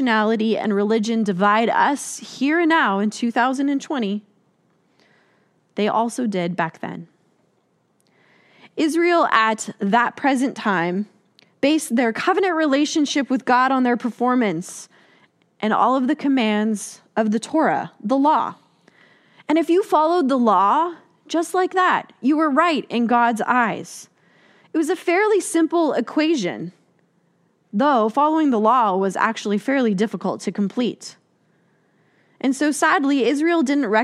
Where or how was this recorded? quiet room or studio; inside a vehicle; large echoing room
large echoing room